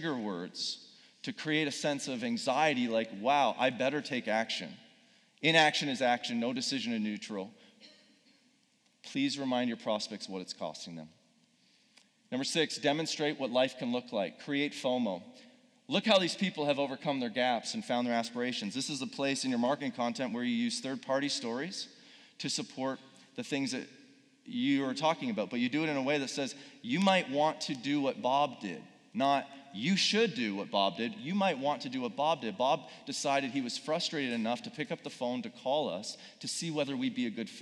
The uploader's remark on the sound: Speaking in front of a live audience at Purpose Summit 2019.